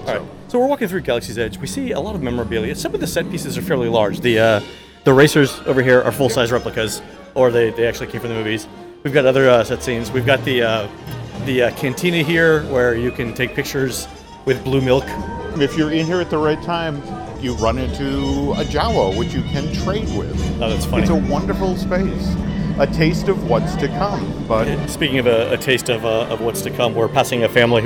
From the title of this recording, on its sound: Live From the Animation Courtyard